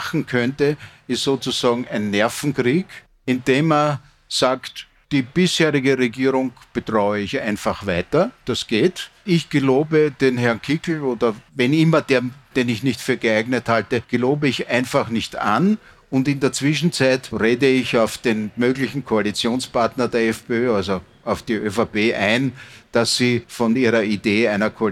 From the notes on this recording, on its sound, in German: live auf der Messe "Buch Wien" diskutiert.